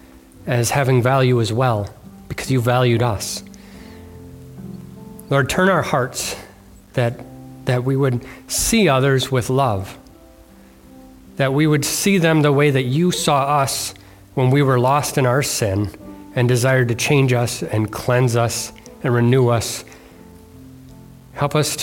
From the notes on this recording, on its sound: delivered on Sunday, February 25th, 2024 at Bible Center Church in Maiden Rock, Wisconsin